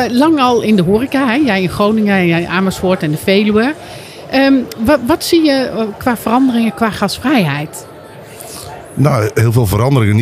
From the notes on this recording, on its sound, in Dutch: Aan de Stamtafel op de Horecava. Bij onze Stamtafel op de stand van de SVH. Is opgenomen te midden van de Horecava. Met dank aan SVH voor een plekje op hun Horecava stand.